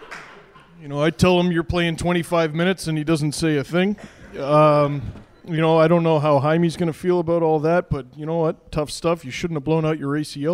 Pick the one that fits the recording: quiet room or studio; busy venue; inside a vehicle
busy venue